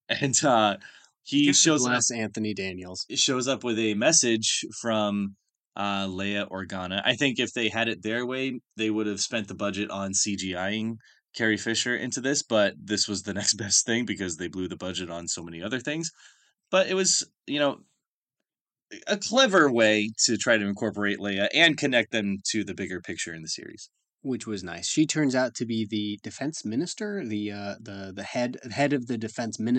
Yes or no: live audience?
no